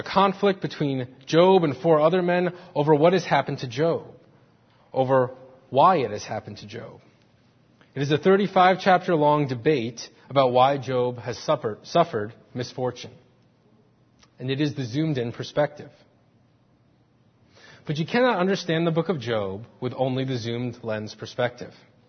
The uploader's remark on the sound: Faith Presbyterian Church – Morning Service